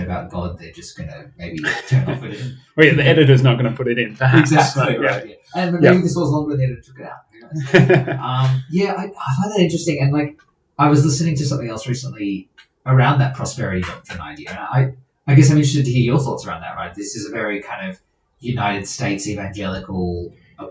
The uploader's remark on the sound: The audio on this episode is a whole lot worse than our others. We trailed a different recording setup for a few episodes.